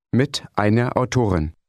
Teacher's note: Notice the slight R sound at the end of einer when it follows the word with.